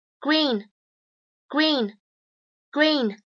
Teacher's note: 其中包含了一个长元音，一，口型会稍微有一点扁 · IPA: [i:]